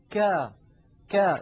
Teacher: لاحظوا منطقة خروج الكاف التي هي من أقصى اللسان وقد لونت باللون الأزرق، ولاحظوا السهم وهو يشير إلى خروج الصوت إلى خارج الفم من غير تصعد، يعني بانحدار، فالصوت ينحدر عند النطق بحرف مستفل.